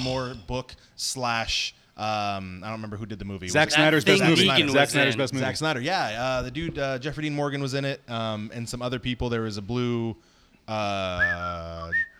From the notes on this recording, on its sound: Live from Oblivion Comics and Coffee in Sacramento, Ca. Brought you a live show in a shiny new shop.